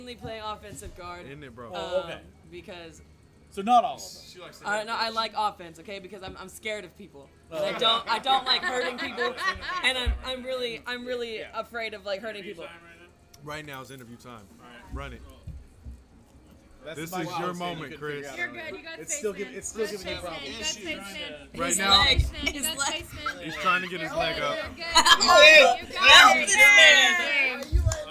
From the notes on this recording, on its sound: In this epsiode we sit down on the patio at Double D Saloon. Audio was recorrded outside.